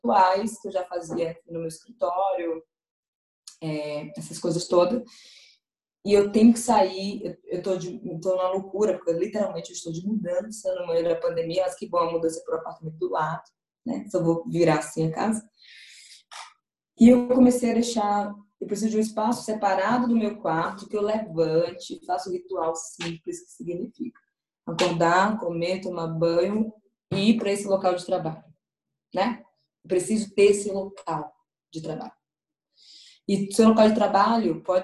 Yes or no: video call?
yes